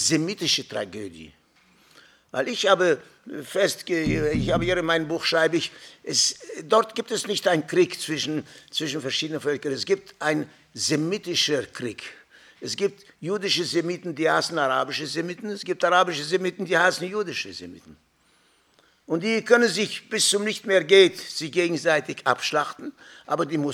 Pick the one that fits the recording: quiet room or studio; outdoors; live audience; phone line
live audience